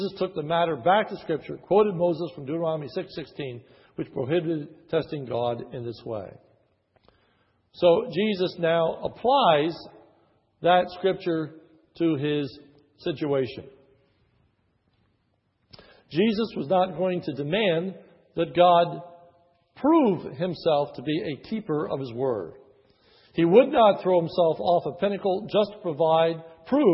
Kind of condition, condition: setting, large echoing room